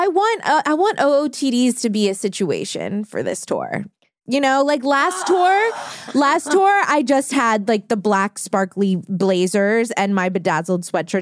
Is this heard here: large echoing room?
no